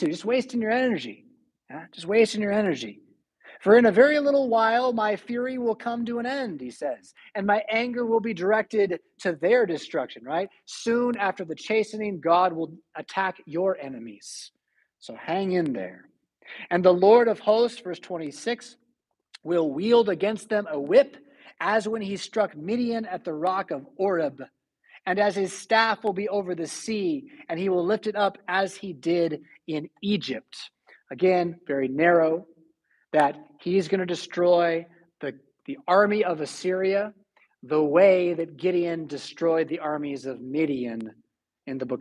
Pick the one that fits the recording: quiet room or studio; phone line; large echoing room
large echoing room